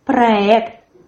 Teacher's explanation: Yes, we have here r, like ra-ka-ta-ka-ta, and we have here soft e, opera. In the word проект, the stress as well falls on the last syllable. There's a firm r, проект.